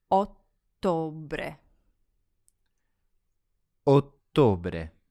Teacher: There's no phantom K sound like in the English October. There's just a long double T.